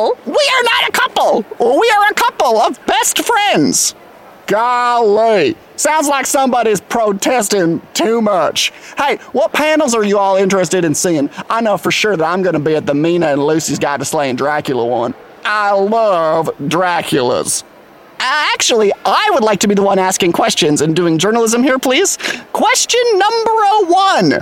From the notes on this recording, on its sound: We’re here reporting live on the floor of the GZM Studio Convention Center hoping to meet and interview some cool PodCon attendees!